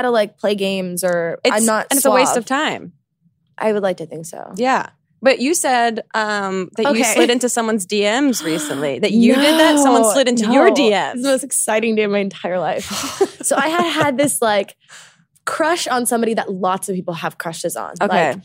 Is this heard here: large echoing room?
no